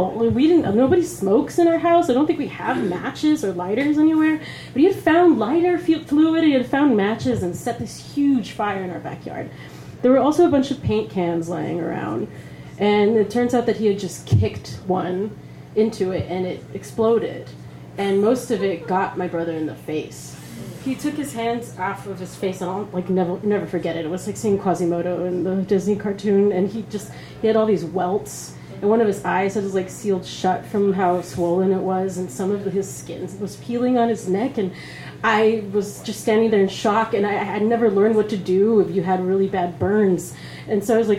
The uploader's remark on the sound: LIVE FROM GENUINE JOES